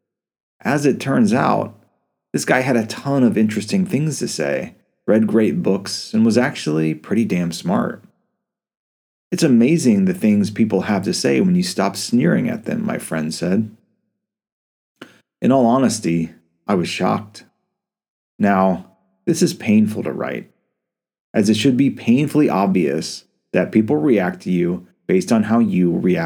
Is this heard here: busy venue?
no